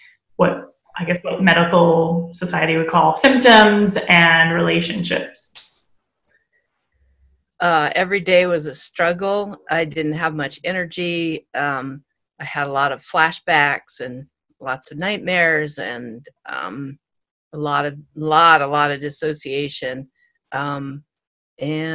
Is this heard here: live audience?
no